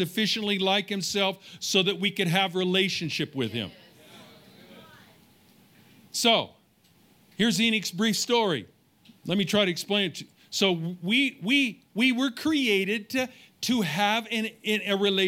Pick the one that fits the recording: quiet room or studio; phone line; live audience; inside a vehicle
live audience